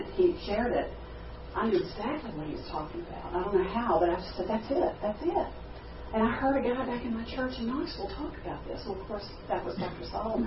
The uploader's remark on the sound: at a GFI Exchanged Life Conference in Pigeon Forge, TN Aug 2, 2014